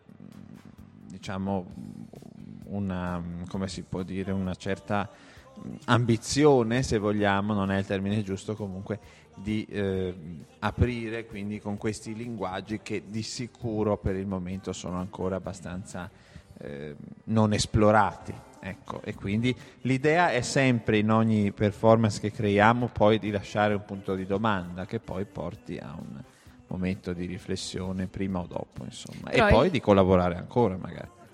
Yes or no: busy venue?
yes